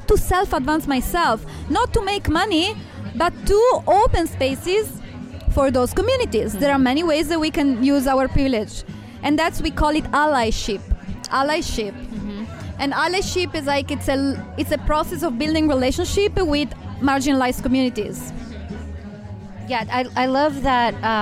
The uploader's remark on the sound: We are once again recording live from The Social Study at their monthly womxn's event That's What She Said ! We are once again recording live from The Social Study at their monthly womxn's event That's What She Said !